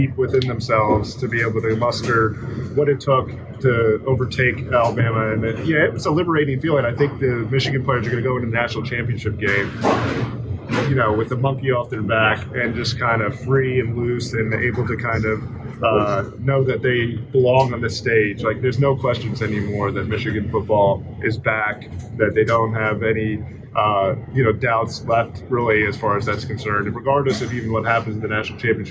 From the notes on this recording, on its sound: Emergency Podcast: Instant reaction to Michigan beating Alabama live from the Rose Bowl.